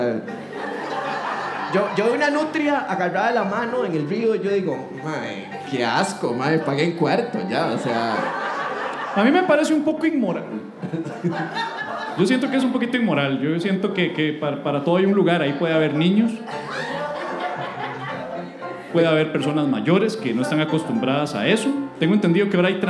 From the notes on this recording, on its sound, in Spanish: Episodio en vivo desde Teatro Heredia